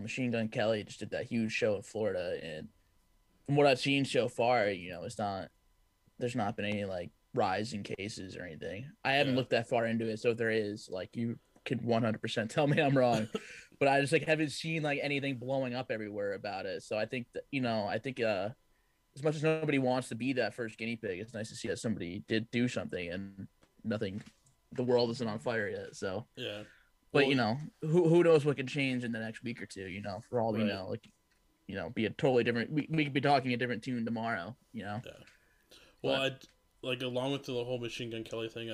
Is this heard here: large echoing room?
no